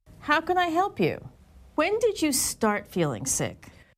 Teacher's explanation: When she asked a question that began with when or how, her intonation was falling